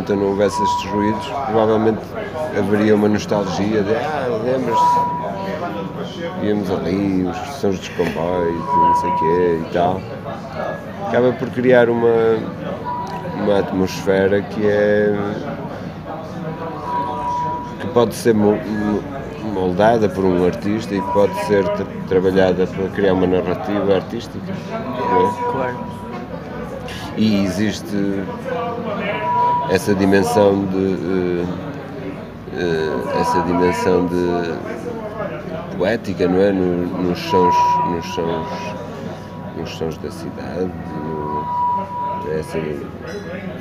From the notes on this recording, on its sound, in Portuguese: Após o concerto na "Matinoise" em Braga, organizado pela "Cantigas do Poço". Entrevista gravada na "Matinoise" das Cantigas do Poço no Rockstar pub, em Braga.